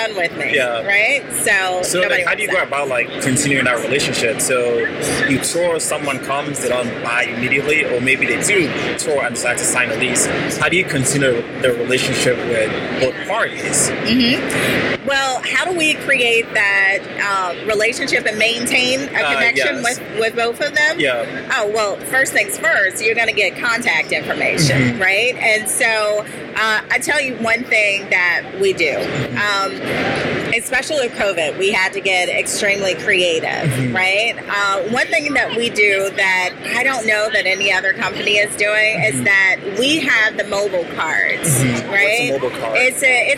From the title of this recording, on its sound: LIVE AT NAA